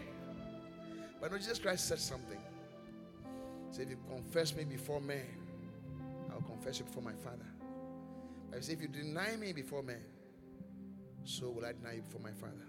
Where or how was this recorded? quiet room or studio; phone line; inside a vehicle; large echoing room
large echoing room